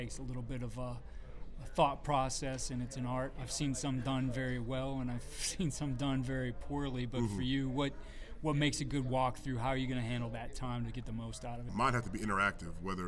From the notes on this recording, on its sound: This episode was originally recorded at the New York State High School Football Coaches Association Clinic.